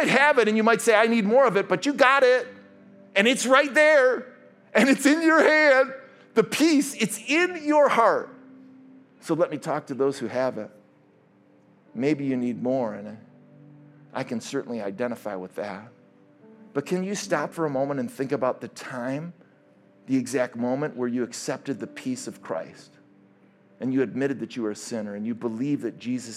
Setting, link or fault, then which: setting, large echoing room